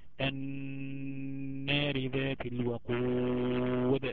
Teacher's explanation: نون مشدده حكمها تغني مقدار حركتين